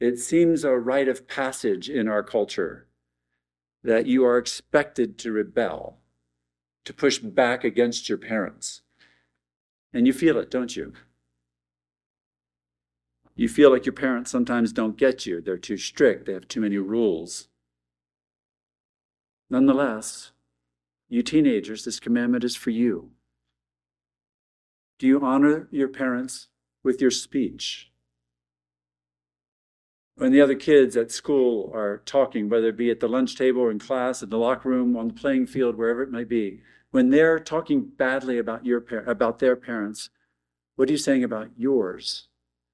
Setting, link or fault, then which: setting, large echoing room